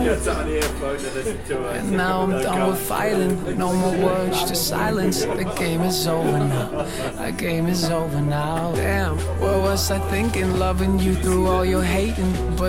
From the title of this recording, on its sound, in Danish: live radio fra studenter baren i aarhus